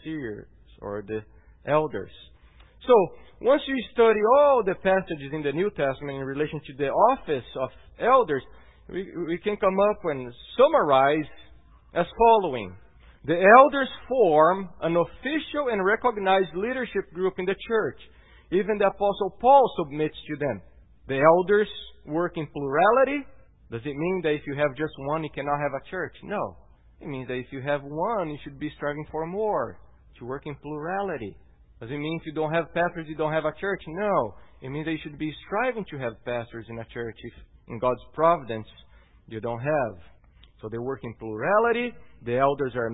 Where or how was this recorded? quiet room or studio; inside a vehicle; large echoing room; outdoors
large echoing room